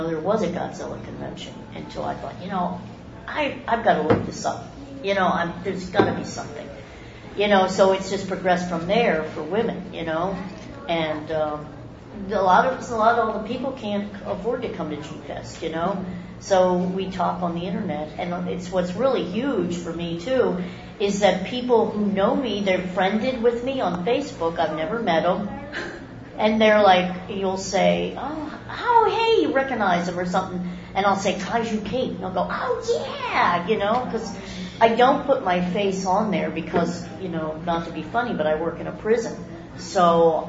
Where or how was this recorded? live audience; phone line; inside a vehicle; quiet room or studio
live audience